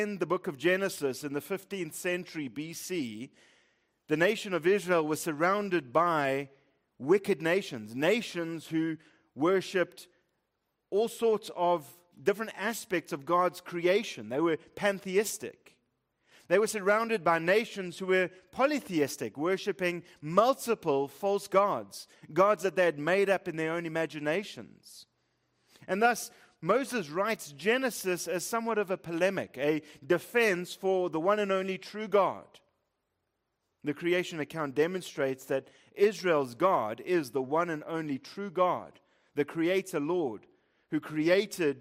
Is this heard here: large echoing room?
yes